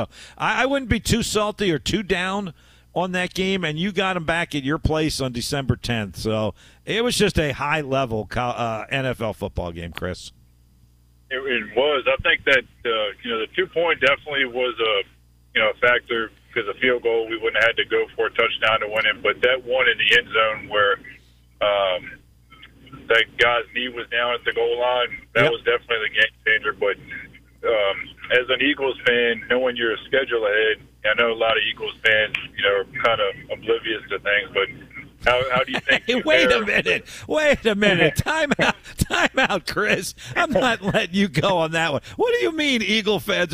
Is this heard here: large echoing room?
no